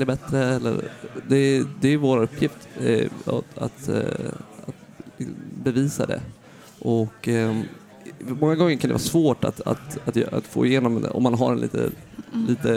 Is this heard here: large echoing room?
no